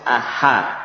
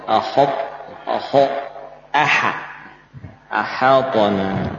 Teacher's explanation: Misalkan kalimat tadi ahawwana, ha-nya harus tipis